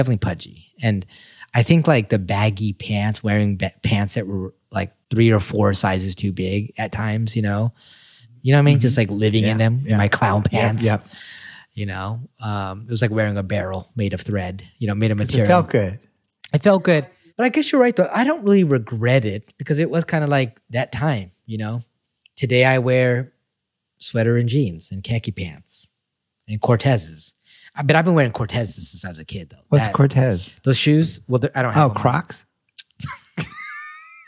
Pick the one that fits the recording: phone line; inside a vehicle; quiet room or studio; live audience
quiet room or studio